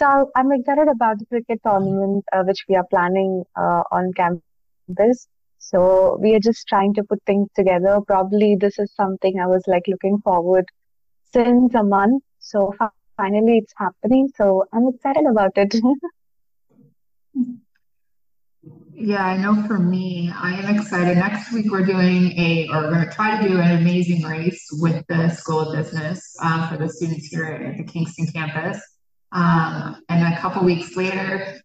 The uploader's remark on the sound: Got together virtually to re-record the podcast.